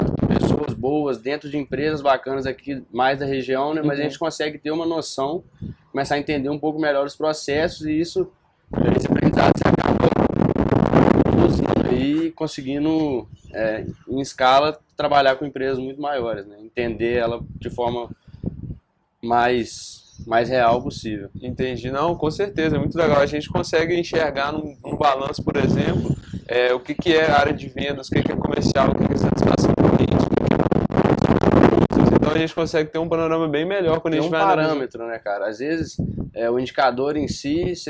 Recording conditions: wind noise